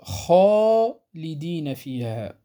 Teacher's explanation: تفخم لأن ما قبلها حرف الخاء، وحرف الخاء هو من الحروف المستعلية، وحق الحروف المستعلية هو التفخيم، يعني يكون الحرف مفخما سمينا مغلظا فتفخم الألف لأنها تابعة للحرف الذي قبلها، الألف المادية نتكلم.